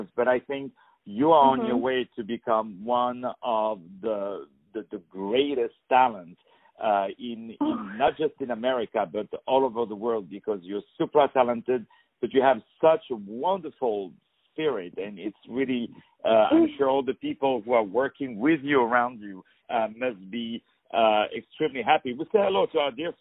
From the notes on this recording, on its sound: On the phone